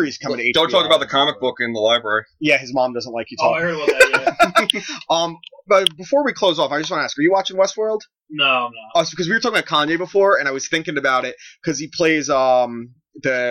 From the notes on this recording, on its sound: audio issues plagued this episode so we salvaged the best we can